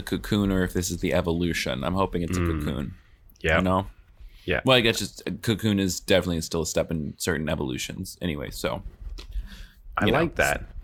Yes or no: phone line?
no